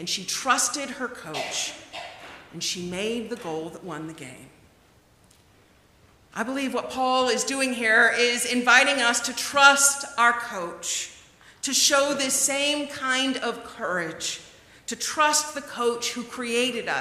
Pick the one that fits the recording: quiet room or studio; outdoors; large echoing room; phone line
large echoing room